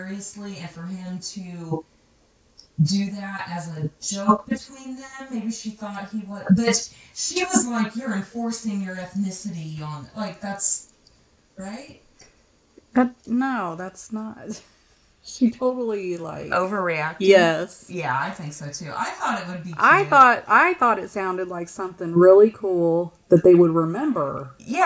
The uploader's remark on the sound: Just a heads up about the audio on this one......it's not great.